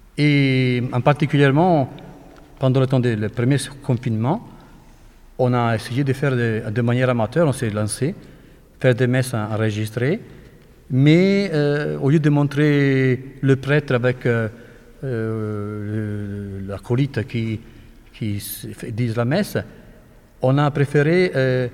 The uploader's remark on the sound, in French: enregistrée le 9 avril dans l'église de Bazoches-les-Gallerandes